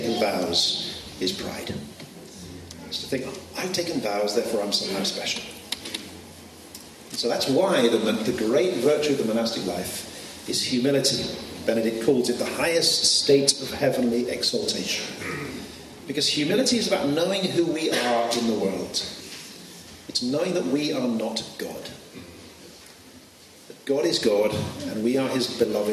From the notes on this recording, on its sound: This podcast was recorded at the 2019 OMS Vow Ceremony in Belfast Ireland